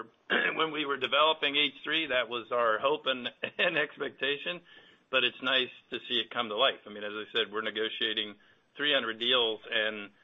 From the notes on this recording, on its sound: Q2 2023 Earnings Call.